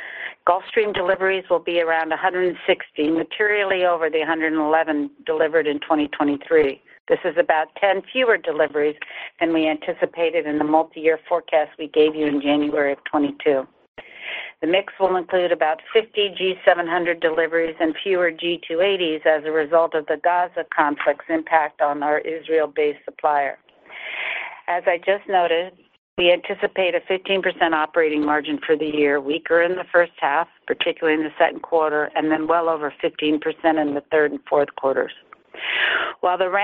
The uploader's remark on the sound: General Dynamics's Q4 2023 earnings call, unedited